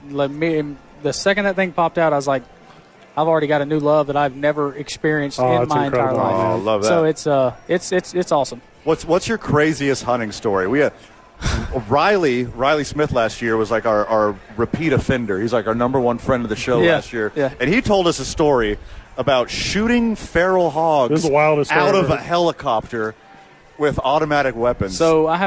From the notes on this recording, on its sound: Live from the park and then immediately on the field for the first pitch!